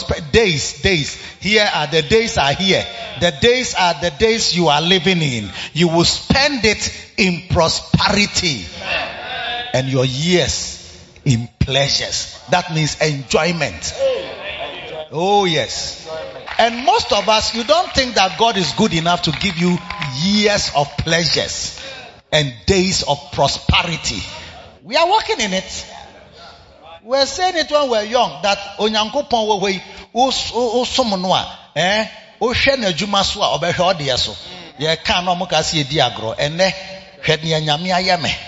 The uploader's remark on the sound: Preached at the Makarios Impartation Service - The Makarios Cathedral, HQ